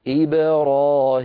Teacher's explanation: إبراهيم دائما ننبه عليها لكثرة ما أسمع فيها من أخطاء. إبرا هذه الباء ساكنة مقلقلة، قبلها كسرة بعدها فتحة. إبرا، فعلى الناطق ألا يجعل نطقه يتأثر لا بالكسرة التي قبل الباء ولا بالفتحة التي بعد الباء، فلا يقول إبراهيم ولا يقول إبراهيم، لا هذه ولا تلك، بل يسكن الباء مقلقلة هكذا إبراهيم.